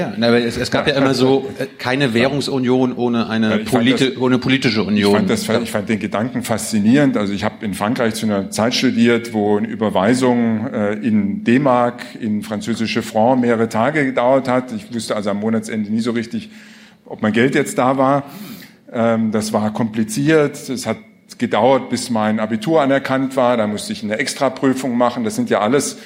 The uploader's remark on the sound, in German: Filmen durften wir es auch und veröffentlichen es hier nun ungeschnitten. Im "Makerspace Tatcraft" im Frankfurter Osten aufgenommen.